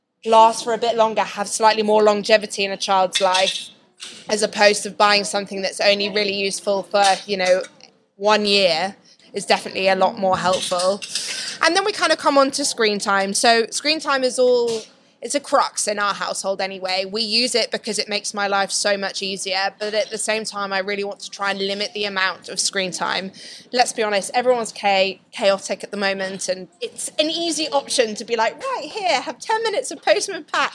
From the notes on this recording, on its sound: Excuse the background noise but here is our very past live podcast. A big thank you to LEGO Certified Stores for hosting this live event.